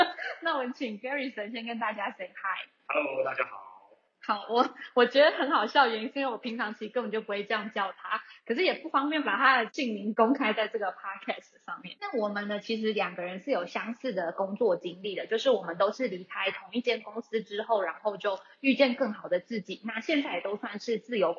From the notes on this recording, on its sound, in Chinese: 因疫情關係遠端錄音，追求完美音質者可以不要聽沒關係